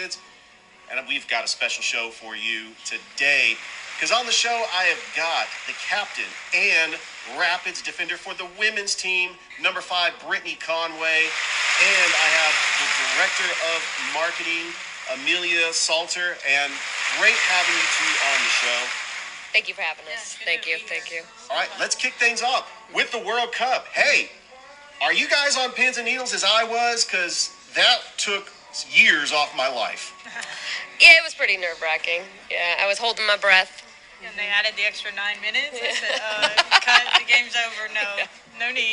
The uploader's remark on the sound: Live at Ivy Park Sports Bar and Grill.